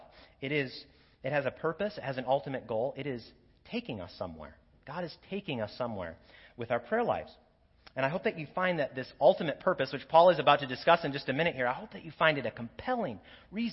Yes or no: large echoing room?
yes